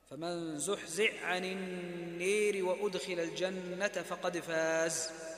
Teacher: هكذا يقرأ زحزع، يدغم الحاء في العين